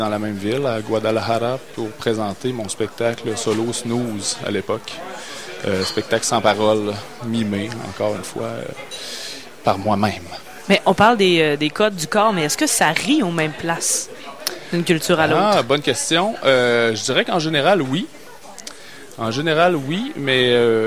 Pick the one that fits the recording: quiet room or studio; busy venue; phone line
busy venue